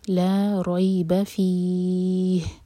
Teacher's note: تو لا ریب فی، فی ہی، تو یہاں پر فی دو حرکہ لمبا ہے، ہم ہاں پر رکیں گے تو یہ بن جائے گا مد عارض للسکون، تو ہم فی چار حرکہ لمبا کھینچیں گے اور ہاں کو ساکن کریں گے